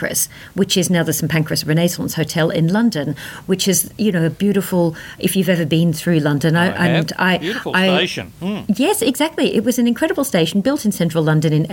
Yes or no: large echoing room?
no